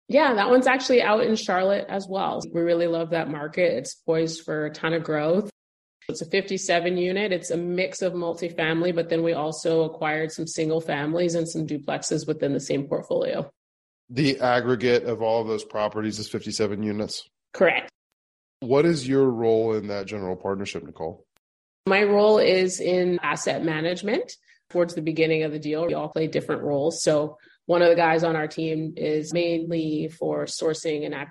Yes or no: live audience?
no